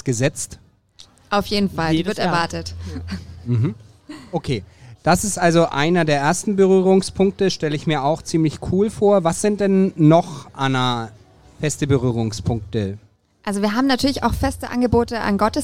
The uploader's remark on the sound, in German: Der Mitschnitt des ersten LIVE-Podcast, der auf dem evangelischen Kirchentag in Nürnberg 2023 aufgezeichnet wurde.